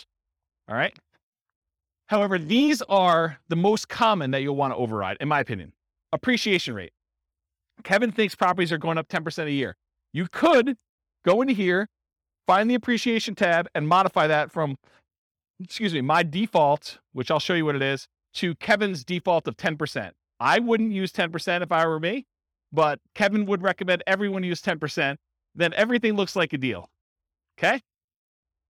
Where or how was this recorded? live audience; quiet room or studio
live audience